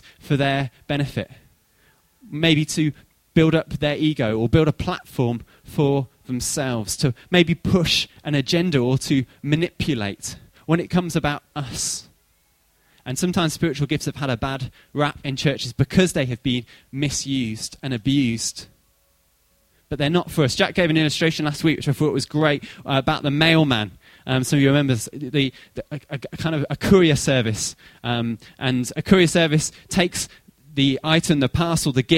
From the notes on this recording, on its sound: Recorded at freedomcentre church, Preston